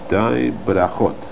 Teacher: Brachot already starts with the bit, which is a letter that comes from the lips.